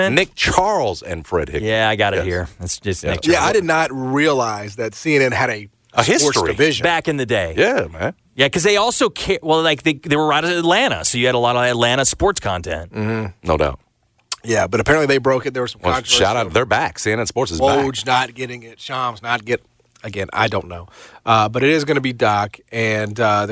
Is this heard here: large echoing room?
no